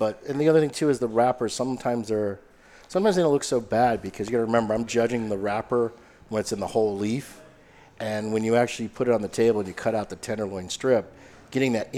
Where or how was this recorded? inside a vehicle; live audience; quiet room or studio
live audience